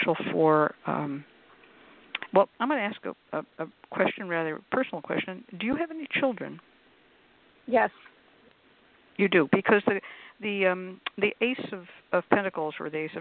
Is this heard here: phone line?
yes